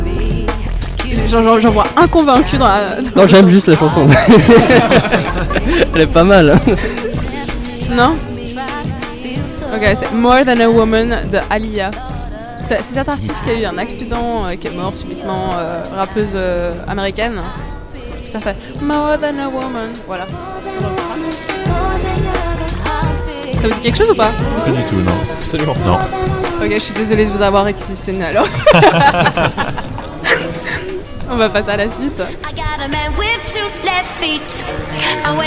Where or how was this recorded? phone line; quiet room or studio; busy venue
busy venue